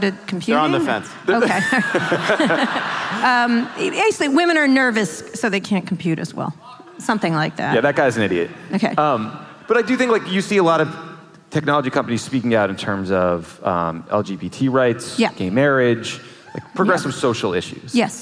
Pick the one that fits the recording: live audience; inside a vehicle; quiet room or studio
live audience